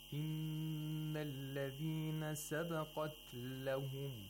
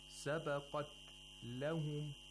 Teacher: the sound of ta, a little bit of the ta goes into the lam. · Shown in: first take · Term: ikhtilas